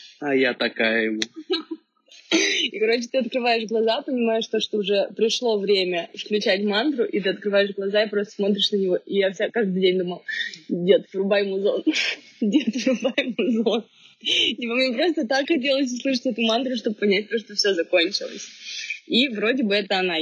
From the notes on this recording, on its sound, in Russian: и все это с плохейшим звуком